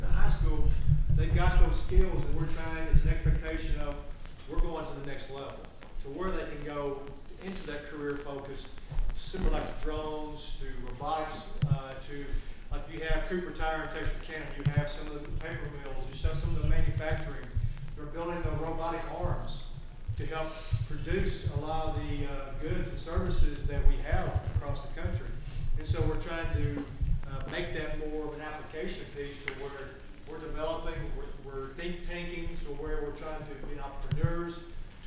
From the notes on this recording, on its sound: Interviews, panel and Q&A from the SAU-Magnolia ERZ Robotics Exhibition held on Dec 5, 2017.